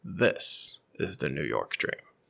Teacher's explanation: you notice that it dips down at the end of every sentence · Term: transatlantic accent